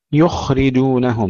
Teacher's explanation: تفخيم الخاء مع سكونها بالرخاوة